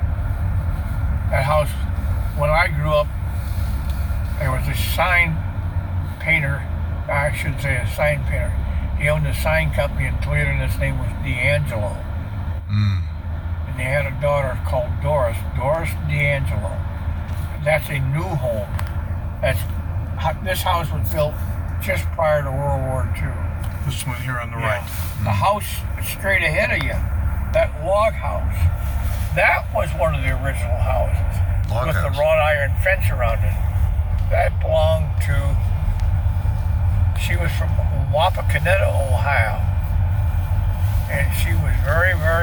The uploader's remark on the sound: Catawba Island Driving Tour Part III. This time driving through the Cliffs.